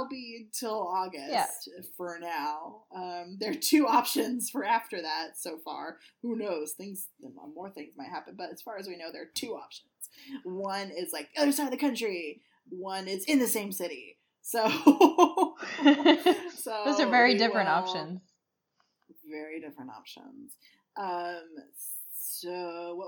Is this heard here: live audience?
no